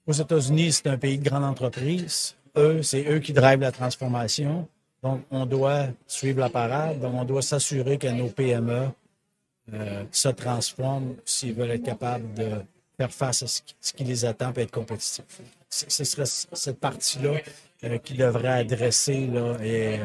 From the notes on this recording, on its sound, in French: En direct du Hardtech à Toronto